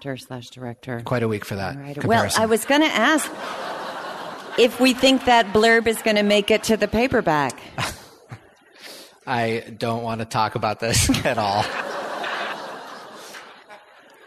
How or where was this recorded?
live audience